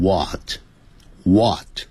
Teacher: 现在我们教的是美式英语或加拿大英语念成 whatwhat，那个 h 的音就不见了